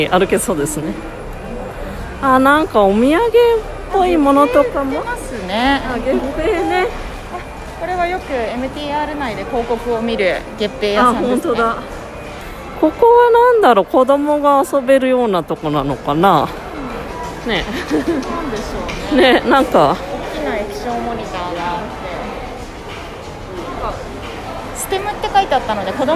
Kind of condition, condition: setting, busy venue